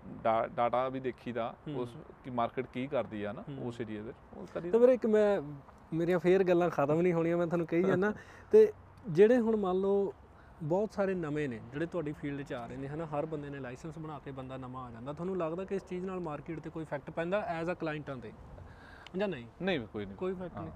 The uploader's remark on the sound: GOSSIP ON ROADS TORONTO is a Canada based interview channel, we work with the concept of doing interviews/gossips in the car We steer on the streets with an incredible conversation with our guests( full safety precautions).